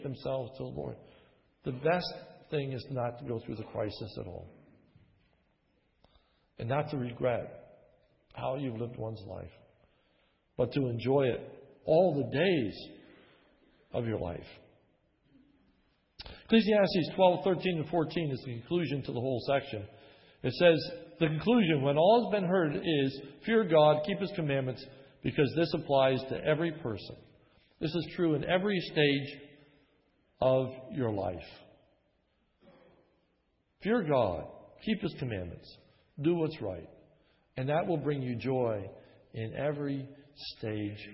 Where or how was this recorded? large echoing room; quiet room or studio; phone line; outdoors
large echoing room